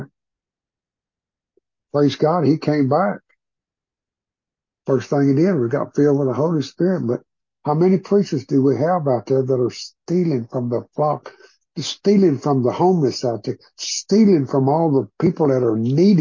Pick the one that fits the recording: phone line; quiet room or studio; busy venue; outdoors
phone line